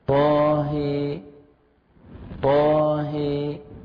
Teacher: هنا عندنا طاء مفتوحة طاء، هنا عندنا إمالة طاهي طاهي هذا يسمى إمالة، لأنه نقترب إلى ماذا؟ إلى الياء إلى الكسر